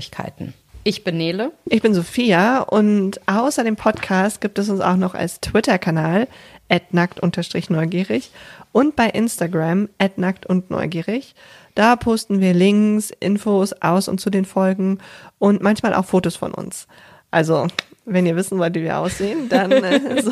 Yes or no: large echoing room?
no